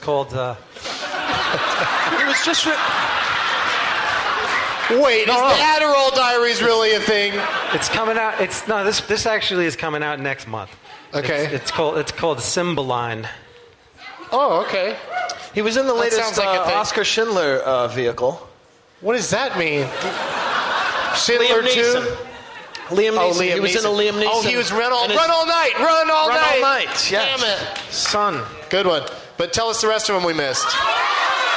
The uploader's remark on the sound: Live from the Gramercy Theatre in New York City.